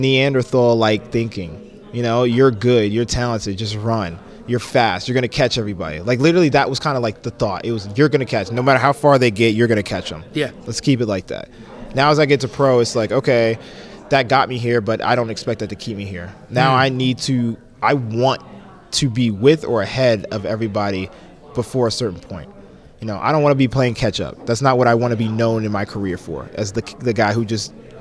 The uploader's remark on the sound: live from Caesars Palace in Las Vegas